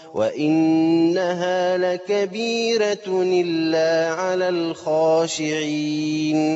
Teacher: رققنا الراء وعملنا حكم النقل لورش تاني